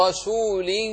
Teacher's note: راؤها مفتوحة فهي مفخمة